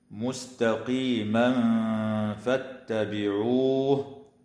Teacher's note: ويخفى التنوين عند الفاء مع الغنة المرققة في قوله تعالى: مستقيما فاتبعوه.